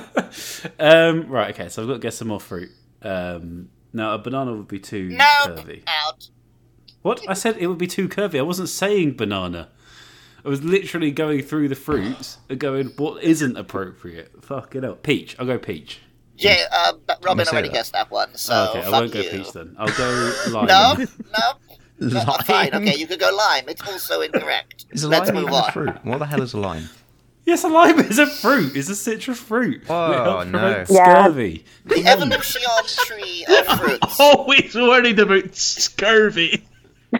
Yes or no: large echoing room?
no